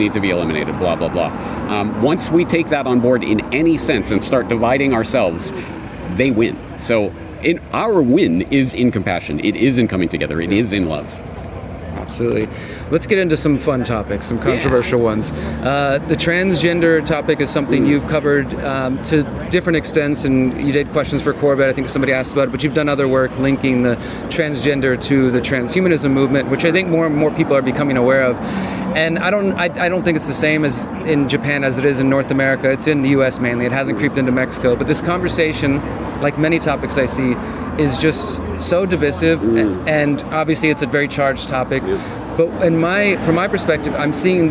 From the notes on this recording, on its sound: At the 2nd Better Way Conference in Bath, UK